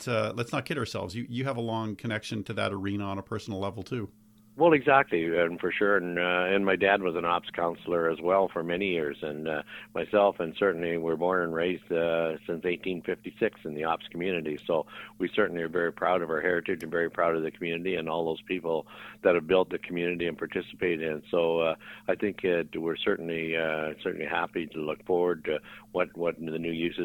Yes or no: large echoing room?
no